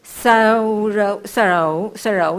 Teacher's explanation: 是沙也有一点点 O 的音，拉也有一点点 O 的音